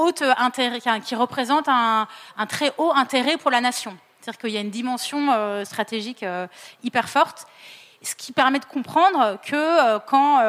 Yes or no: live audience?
yes